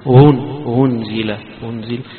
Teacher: هنا معنى التسهيل يعني إن الهمزة نفسها يقرأها بين بين، لا هي ألف ولا هي همزة